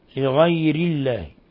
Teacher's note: وما أهل لغير الله به، لغير الله، ترقيق الراء، تفخيم الغين وترقيق الراء لأن كسرتها لازمة